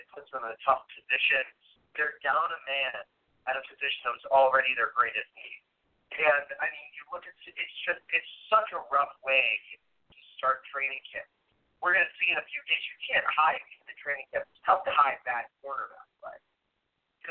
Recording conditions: phone line